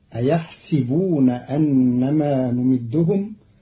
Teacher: قرأ قالون كلمة أيحسبون بكسر السين، فتصير أيحسبون أنما نمدهم، والفتح والكسر في لغة العرب.